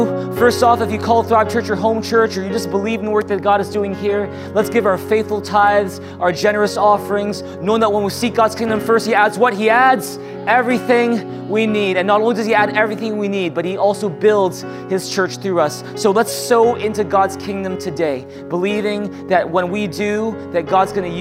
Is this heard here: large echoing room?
yes